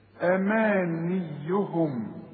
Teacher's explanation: أما مد الميم دي ألف كاملة. أمانيهم، وكسر للنون، ما تقولش أمانيهم، أمانيهم لا، أماني، أمانيهم.